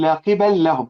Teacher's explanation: هذا إضغام، اللام في اللام